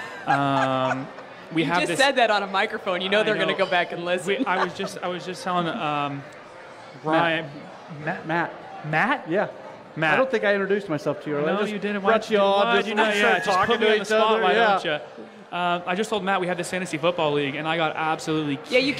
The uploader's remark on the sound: At the City Caravan! We are broadcasting live from Hotshots Bar & Grill, for the fourth installment of the City Caravan!